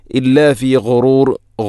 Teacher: ഗൈന്, ഗൈ ഗോ, തൊണ്ടയുടെ ഏറ്റവും മുകൾ ഭാഗം